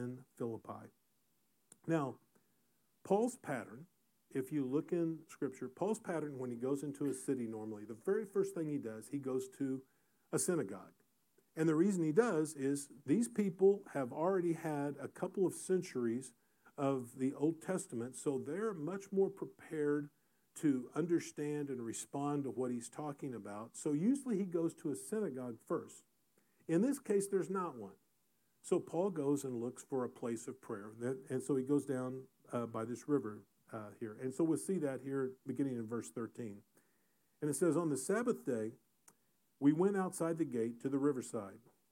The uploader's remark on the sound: Recorded in SGM 101.